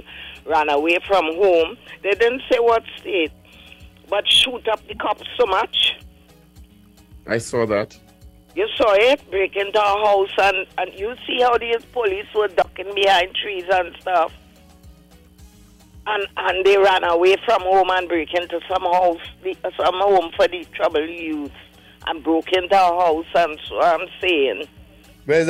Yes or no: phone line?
yes